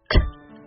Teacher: 爆破音，发音时舌尖先紧贴上齿龈，憋住气，声带不发生震动